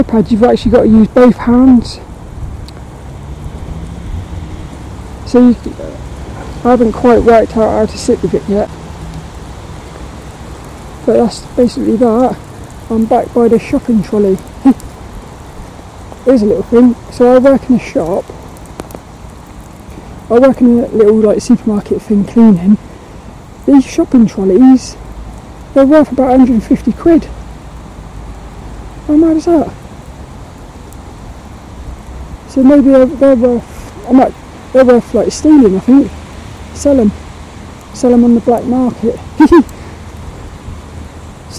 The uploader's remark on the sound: This walk and talk was recorded in the rain. Hope you enjoy this lil walk and talk around the local park.